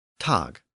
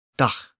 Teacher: both the German and Dutch versions of the word end with a velar consonant, that G or K sound